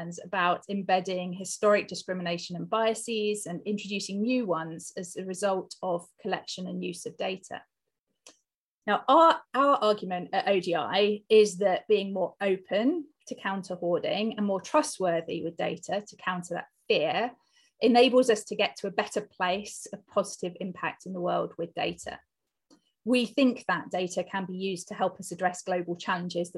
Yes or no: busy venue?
no